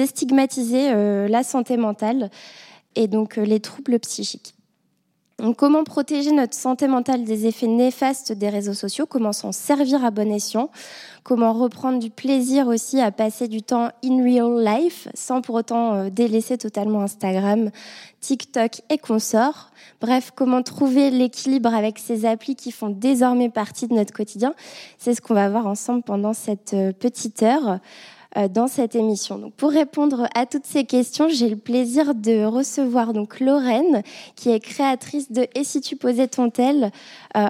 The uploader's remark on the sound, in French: Enregistré en live lors du Facettes Festival.